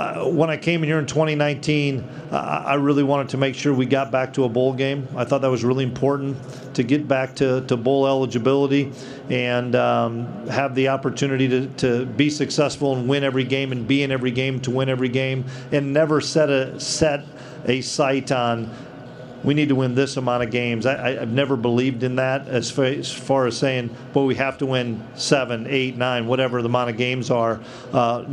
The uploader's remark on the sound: press conference from Big 12 Media Days